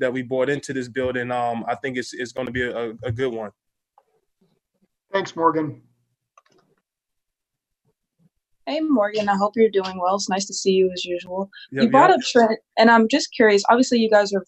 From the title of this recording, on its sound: Zoom Press Conference